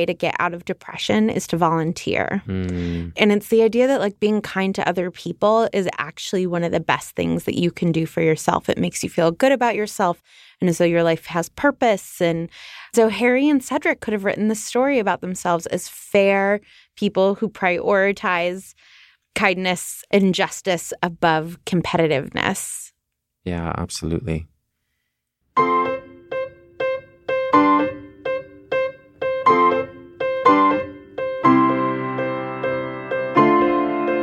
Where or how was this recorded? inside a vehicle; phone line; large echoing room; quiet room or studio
quiet room or studio